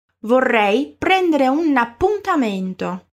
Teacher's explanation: Vorrei prendere un appuntamento. Viu como temos esse R bem vibrante na palavra vorrei · na palavra appuntamento, a letra P é levemente mais demorada? Isso porque ela é uma consoante dupla.